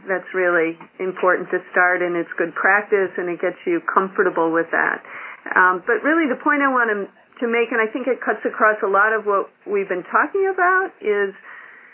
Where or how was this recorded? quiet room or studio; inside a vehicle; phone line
phone line